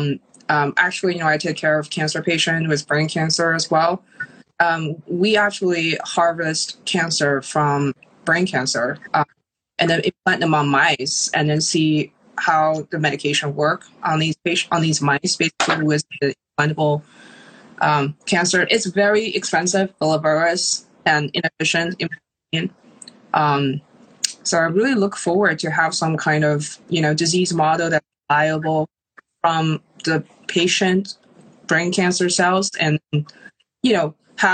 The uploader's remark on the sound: on Instagram Live